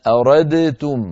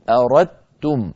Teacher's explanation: الدال والتاء من مخرج واحد لأنهما حرفان متجانسان · Shown in: second take · يعني من مخرج واحد، والفرق بينهما في بعض الصفات، لذلك